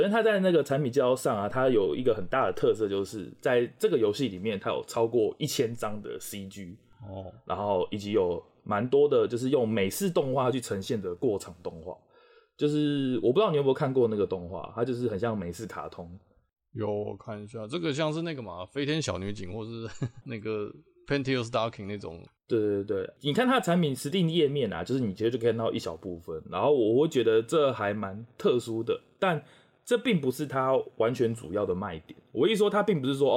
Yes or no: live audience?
no